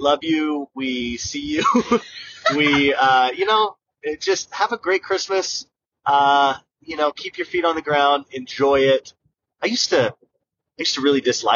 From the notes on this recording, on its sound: Hello from our car!